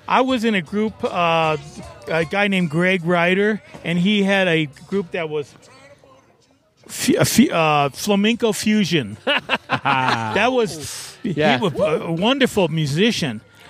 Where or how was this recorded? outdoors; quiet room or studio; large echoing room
outdoors